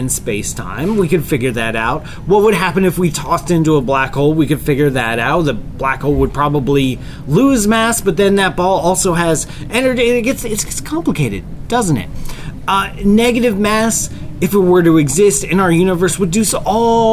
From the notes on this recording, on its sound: We recorded this week's episode of the QA show from inside the Carnival Magic cruise ship, as part of our summer Astrotour.